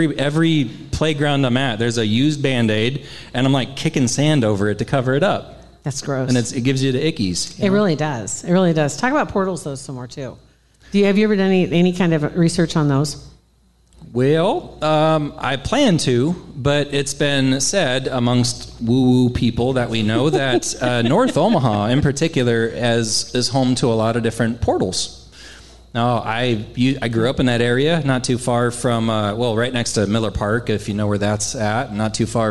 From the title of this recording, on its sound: LIVE At Hail Varsity Club